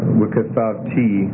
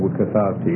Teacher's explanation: So wikathavti instead of wikathavti is just a slight accent shift to the final syllable · Shown in: first take